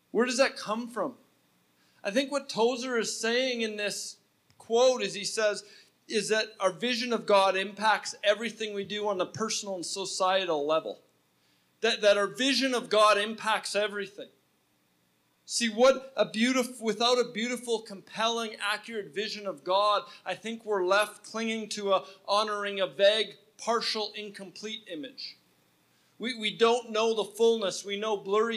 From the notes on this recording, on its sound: at Resurgence Edmonton on October 5, 2019 at Champion City Church